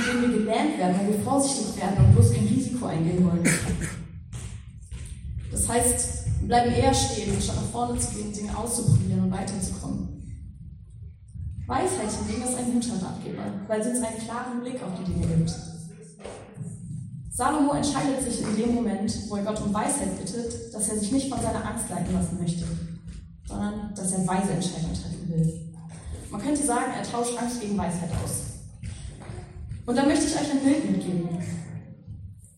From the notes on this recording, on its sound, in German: Predigt im Rahmen des GreifBar+ Gottesdienstes